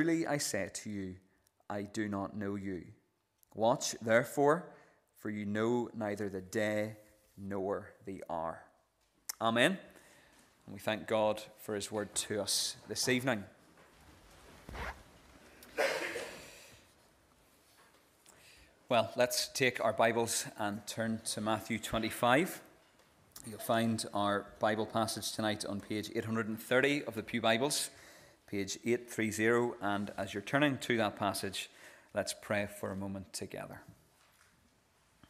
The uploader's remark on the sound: This is the recording of the Bible reading and sermon from our evening service on Sunday 2nd July 2023.